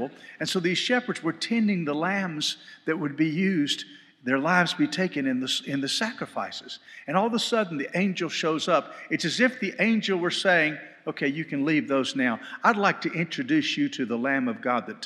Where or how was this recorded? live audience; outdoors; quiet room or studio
live audience